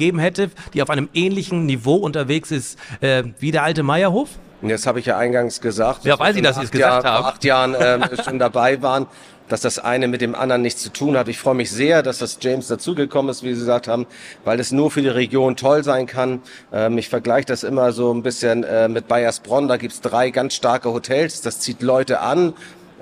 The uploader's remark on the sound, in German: Live-Talk von der Nord Gastro 2024